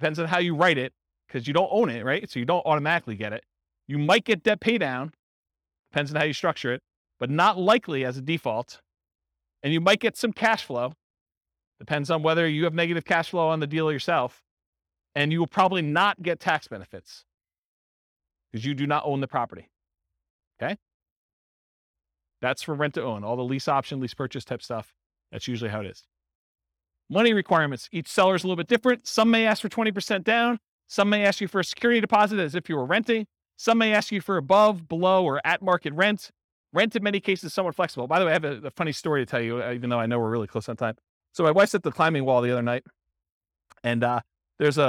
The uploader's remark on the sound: This was a live class recorded. Real estate investors and real estate entrepreneurs in Austin, Texas.